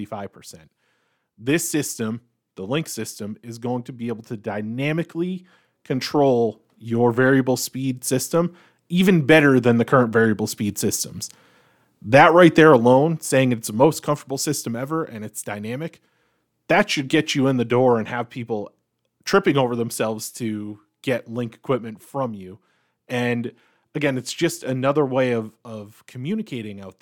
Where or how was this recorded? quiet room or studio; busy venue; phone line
quiet room or studio